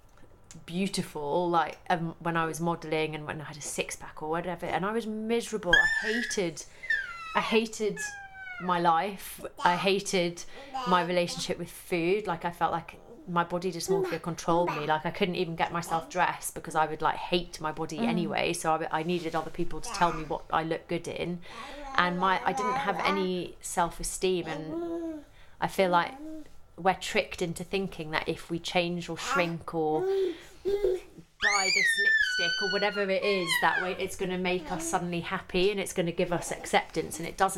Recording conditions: sounds in the background